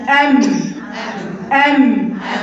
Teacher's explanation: ام دي ما فيهاش بقى هوا خالص